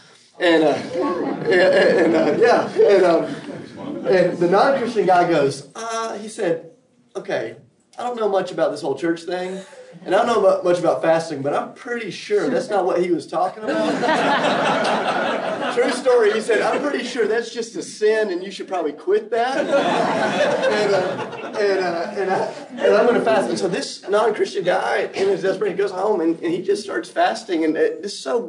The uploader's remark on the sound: This episode is from Renew, recorded at the National Disciple Making Forum.